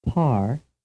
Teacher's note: In the word par, the letter P stands for an aspirated sound type